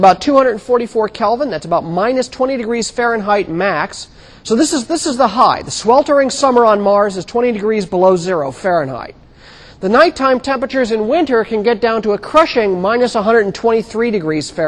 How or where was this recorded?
large echoing room